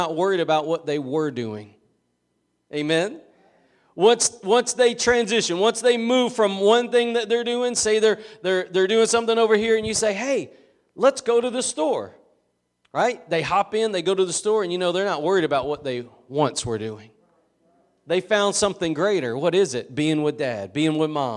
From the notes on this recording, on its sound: Preached at Gospel Lighthouse in Bossier City, La.